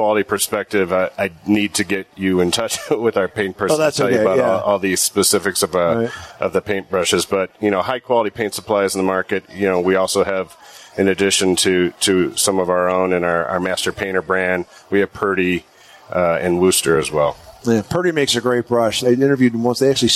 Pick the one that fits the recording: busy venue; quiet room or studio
busy venue